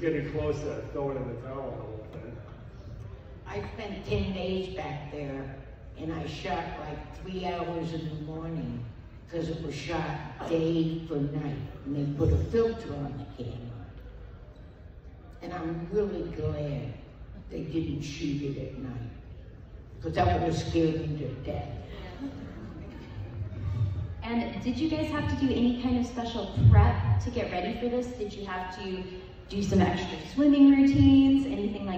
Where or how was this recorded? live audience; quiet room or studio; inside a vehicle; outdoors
live audience